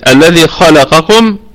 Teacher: طيب الذي خلقكم، الخاء والقاف في الدرجة الثانية من درجات التفخيم، الخاء والقاف في الدرجة الثانية من درجات التفخيم لأنهما مفتوحتين وليس بعدهما ألف